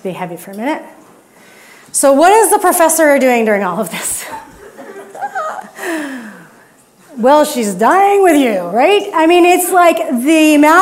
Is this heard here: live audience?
yes